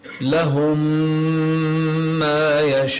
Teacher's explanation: لهم الميم ساكنة الأولى ثم أدغمناها في الميم المتحركة التي بعدها · Term: الإدغام في الميم